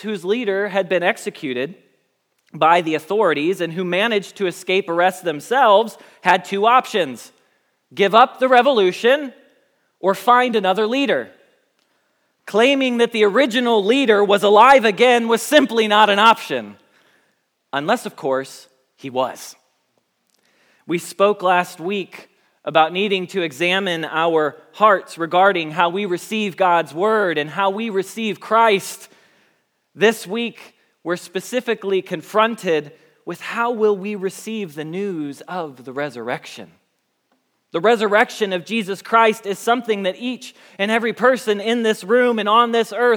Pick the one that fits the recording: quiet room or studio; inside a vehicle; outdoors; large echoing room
large echoing room